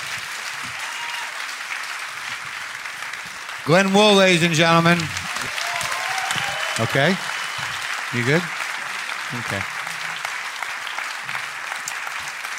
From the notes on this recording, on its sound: Live from Just For Laughs. Brings the Live WTF experience to the Just For Laughs Comedy Festival in Montreal.